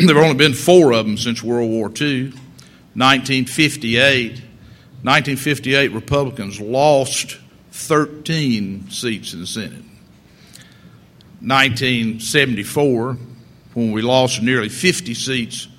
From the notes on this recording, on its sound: delivered an address at the 2006 Annual National Lawyers Convention on Friday, November 17